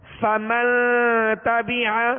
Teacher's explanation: غنے کی آواز کو چھپا کر کریں گے، ایک دم ظاہر کر کے نہیں. ایک غنہ ہوتا ہے من، ایک ہوتا ہے من، تو آواز کو ناک میں لے جا کر چھپائیں گے، ٹھیک ہے. · Term: اخفاء